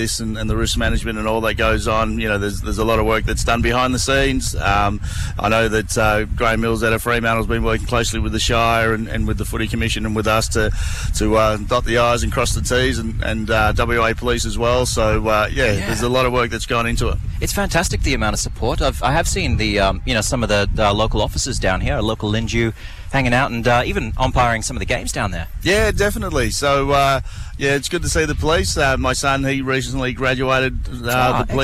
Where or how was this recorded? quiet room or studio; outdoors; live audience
outdoors